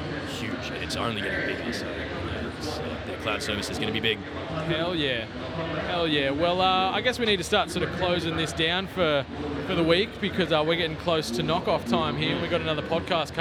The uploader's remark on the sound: Live from PAX 2019. Coming at you live from the PAX show floor.